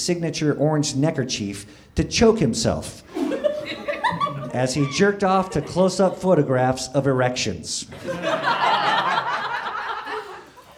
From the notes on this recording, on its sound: Recorded April 15, 2014, at the Nerdmelt Theater in LA.